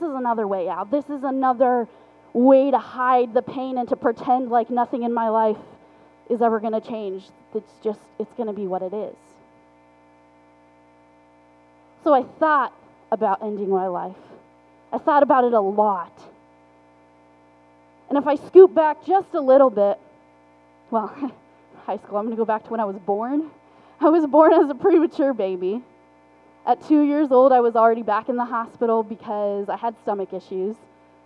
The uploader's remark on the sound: Forgive the poor audio quality